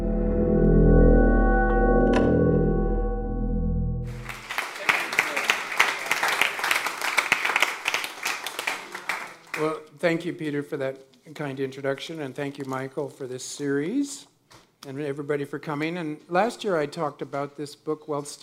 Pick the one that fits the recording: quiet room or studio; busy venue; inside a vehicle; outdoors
busy venue